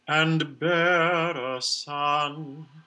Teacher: you can do the diphthong and then a linking R.